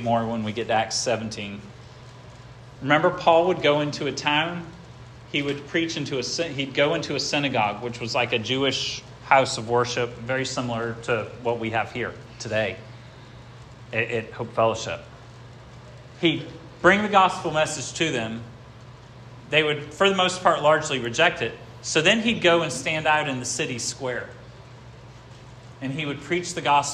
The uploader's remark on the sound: This sermon was preached at Hope Fellowship